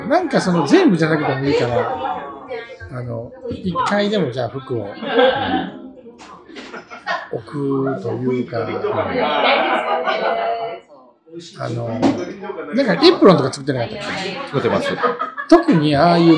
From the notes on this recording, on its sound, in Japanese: ミルク＆ビアホール九十九で収録させていただきました。